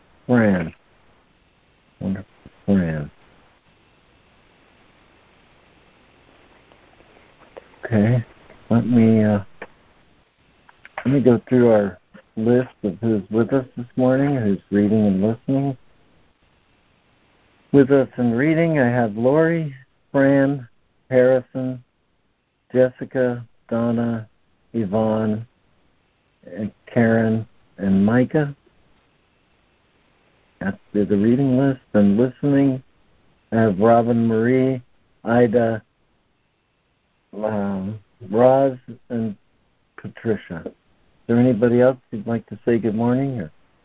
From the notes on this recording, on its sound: ACIM Daily Conference Call.